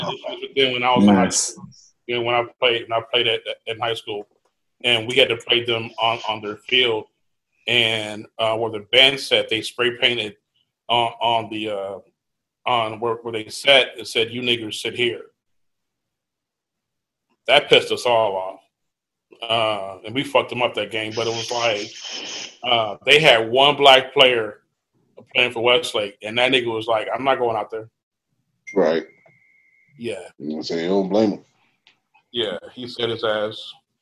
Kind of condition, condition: link, video call